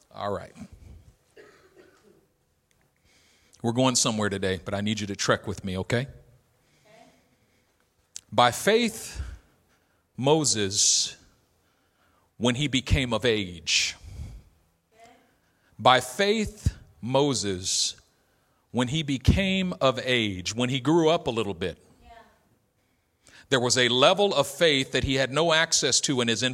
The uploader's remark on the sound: A message delivered in our El Cerrito campus